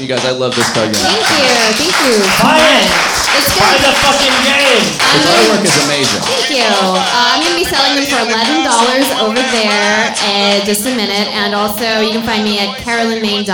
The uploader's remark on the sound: Live at Kelly's Olympian in Portland, OR - the game of the 60 second screenplay!